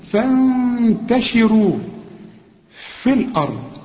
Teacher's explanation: وبعدين نون وبعدها التاء، والتاء من حروف الإخفاء، هنا محتاجة غنة